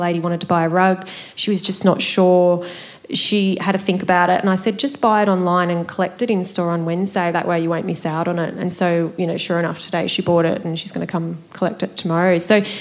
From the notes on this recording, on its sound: Live Panel Discussion for Small Business Festival. This special edition was recorded live at Donkey Wheel House in Melbourne. In front of a live audience of 50 women as part of the women in business week of the Victorian Small Business Festival. This is the full recording of the whole evening.